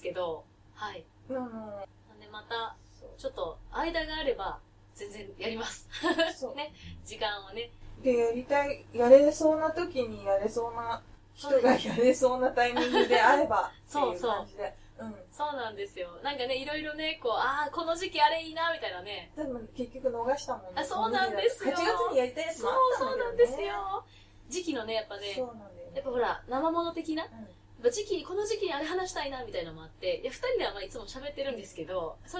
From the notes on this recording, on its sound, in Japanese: 収録超ケアレスミスにより音質が悪いです。